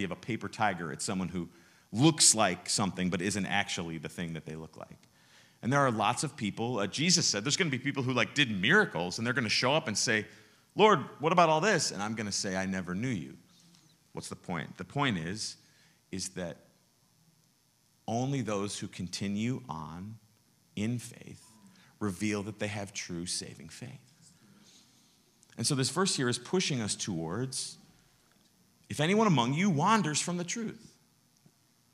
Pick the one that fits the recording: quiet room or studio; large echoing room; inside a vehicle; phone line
large echoing room